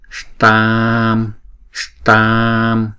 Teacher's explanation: Chữ tam này là chữ tờ là cong lưỡi lại và búng ra, chữ s và chữ tờ là cong lưỡi lại và búng ra, còn chữ a này kéo dài hai nhịp